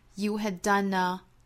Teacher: had 后面的略掉 done a 连读 little evil 或者不连读重读 evil little evil.To do a greater good.